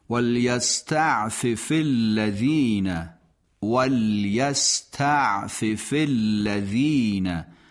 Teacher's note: دو تا فه پشت سر هم و اتصال اینا به الَّذِينَ